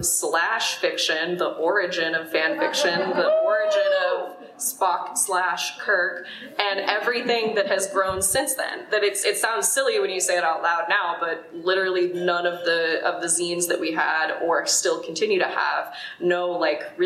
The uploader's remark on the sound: our very first live event, our panel at FanX 2022